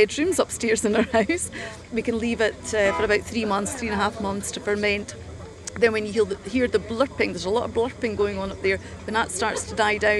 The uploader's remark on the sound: Feis Ile. Everything you will hear was recorded at the festival.